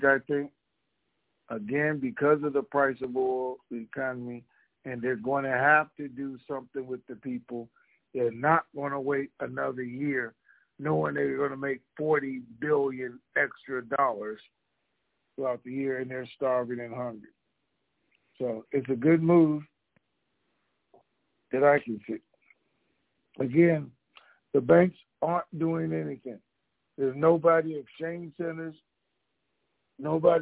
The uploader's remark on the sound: Conference Call